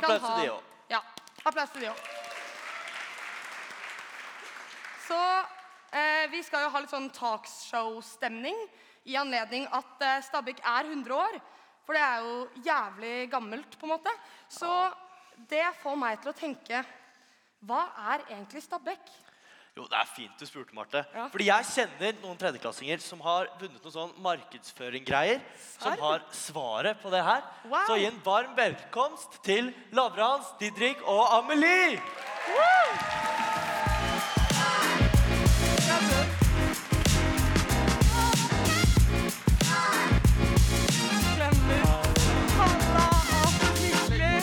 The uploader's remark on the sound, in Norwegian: Stabekk 100 år - live fra gymsalen. Stabekk vgs har 100 årsbursdag! Live fra gymsalen med gjester.